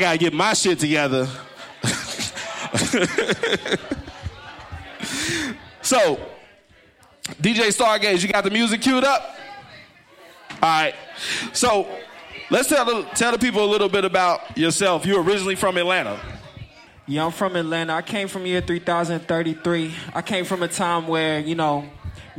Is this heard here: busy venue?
yes